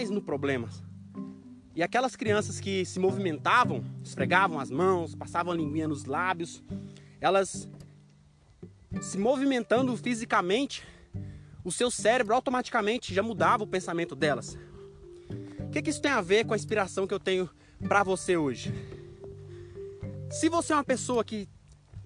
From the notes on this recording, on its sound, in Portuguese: Extraí o áudio de um video que gravei enquanto subia uma montanha.